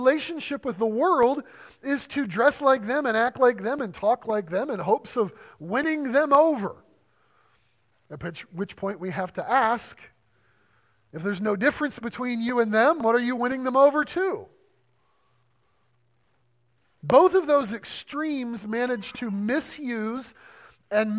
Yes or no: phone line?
no